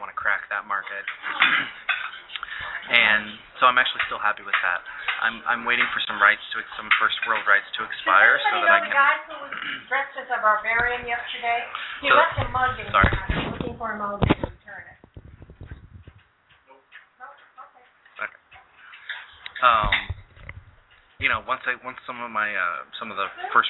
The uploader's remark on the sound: LepreCon 39, the signature Sci-fi/Fantasy Art and Literature Convention. We will be LIVE from LepreCon.